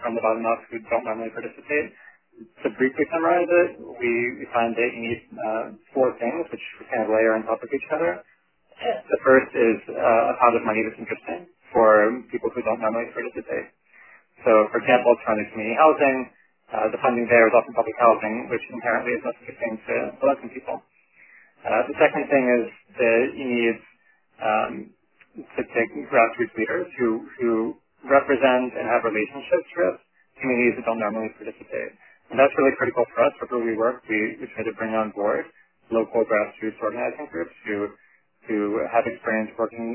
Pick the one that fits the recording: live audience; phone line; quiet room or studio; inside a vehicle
phone line